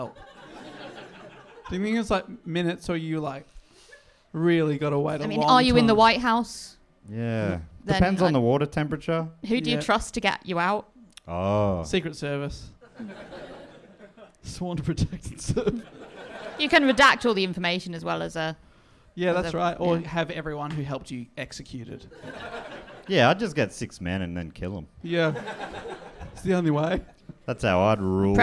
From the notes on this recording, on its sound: Recorded live in Birmingham, UK!